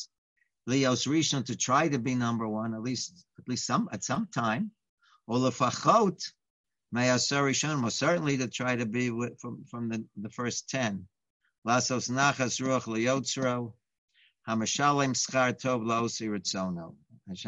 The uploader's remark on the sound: Live On Zoom